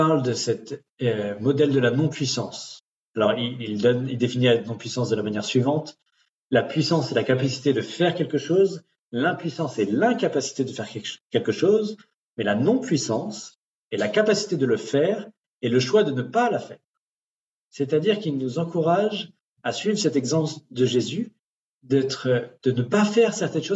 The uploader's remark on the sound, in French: Replay audio du webinaire enregistré le 21 septembre 2023